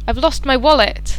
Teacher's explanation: The words which are of most importance are lost and wallet, and they will therefore be stressed. · Term: Sentence stress